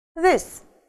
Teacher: Краткий звук и, межзубный